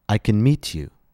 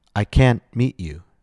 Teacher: In the negative case, the vowel will be a. In the affirmative case, we stress the main verb. In the negative case, we stress the modal verb, can't. · In the affirmative case, the vowel will be I. In the negative case, the vowel will be a.